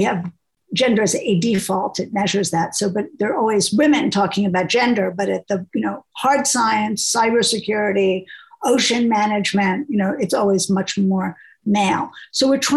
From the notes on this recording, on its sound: taking questions from our listeners who joined the live webinar as it was recorded